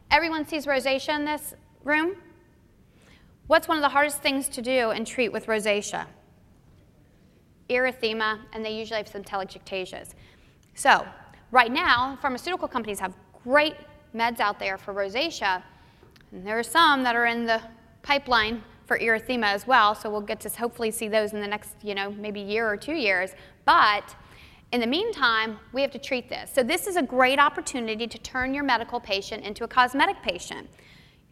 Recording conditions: live audience